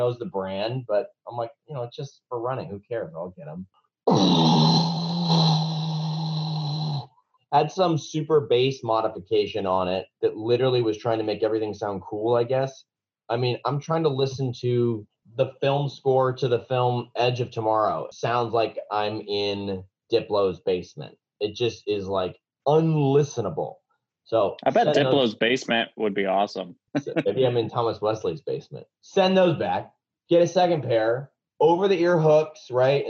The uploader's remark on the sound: connect over zoom